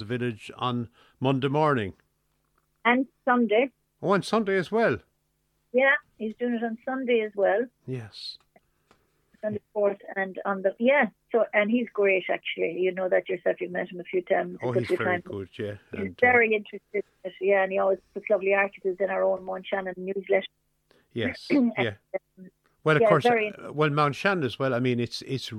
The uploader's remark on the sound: is joined on the phone by Mountshannon correspondent